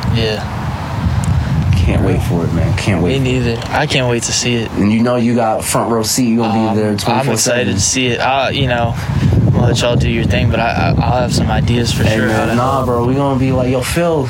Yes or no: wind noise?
yes